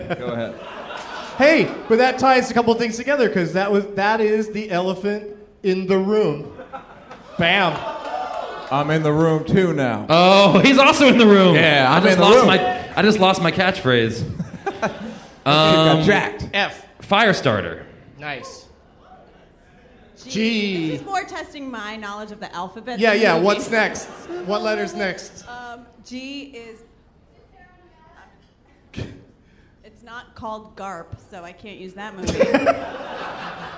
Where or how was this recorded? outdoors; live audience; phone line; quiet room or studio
live audience